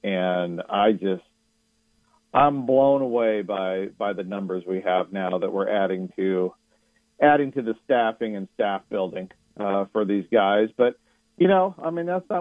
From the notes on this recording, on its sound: Of Paramount Sports joins the show on the Farm Bureau guest line talking about the best bets for the weekend live in the BankPlus Studio.